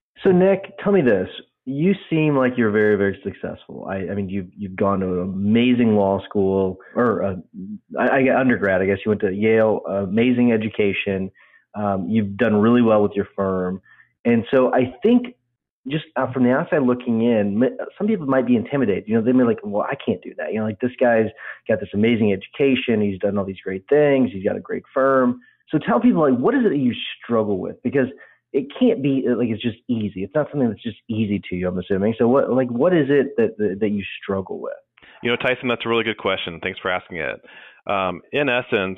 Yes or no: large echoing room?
no